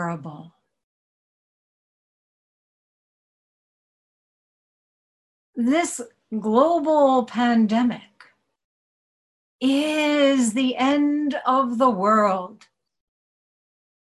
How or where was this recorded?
video call